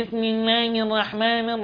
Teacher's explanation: تسمع غنة دائمة في صوته كأنه أخن · Term: يخنف